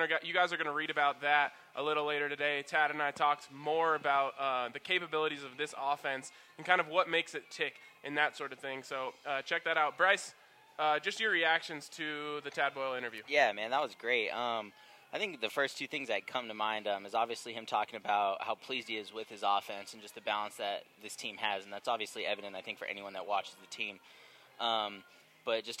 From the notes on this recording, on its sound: record live from the grounds of their new presenting sponsor Blake Street Tavern